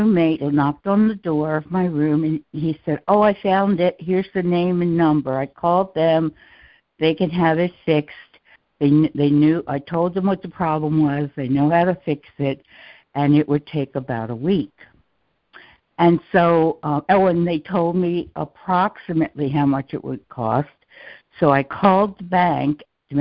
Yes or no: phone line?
yes